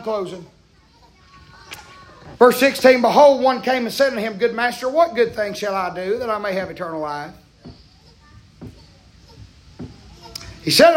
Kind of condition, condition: setting, large echoing room